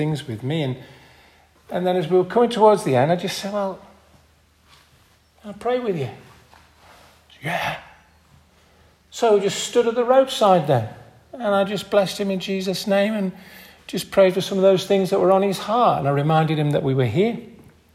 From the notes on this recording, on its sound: This audio recording was taken from the 10:30 Morning Communion service at St Mary and St John's Church in Hardraw on June 18th 2023.